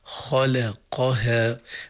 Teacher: الخاء مفخمة، اللام مرققة، القاف مفخمة، الهاء والألف مرققات · Term: تفخيم